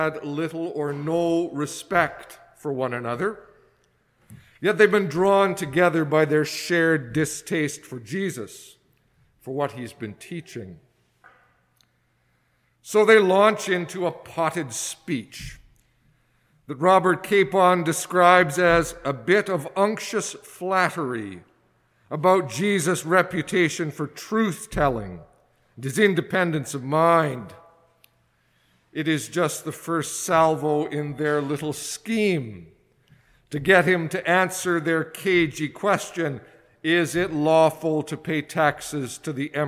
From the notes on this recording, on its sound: excerpts from a sermon preached at St Margaret's Anglican Church in Winnipeg